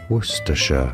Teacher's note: Worcestershire, stress on the first syllable. Worcestershire, yeah, only three syllable, that's odd, isn't it?